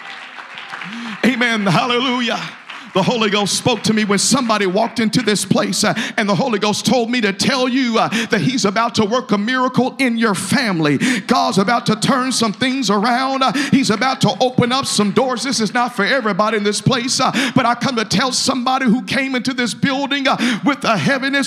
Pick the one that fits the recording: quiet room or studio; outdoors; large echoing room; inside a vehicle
large echoing room